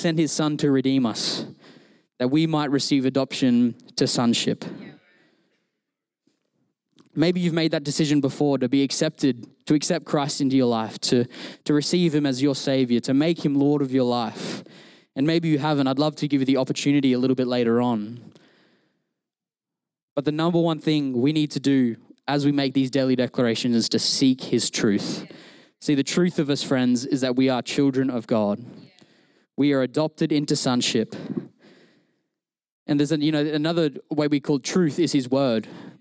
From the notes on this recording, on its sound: Recorded during our Melbourne East service